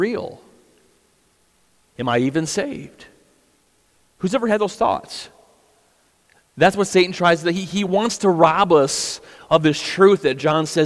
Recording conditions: large echoing room